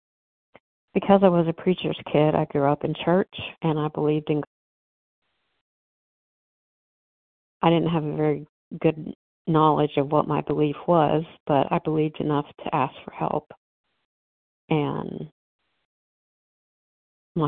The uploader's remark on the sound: 100 Pounders Phone Meeting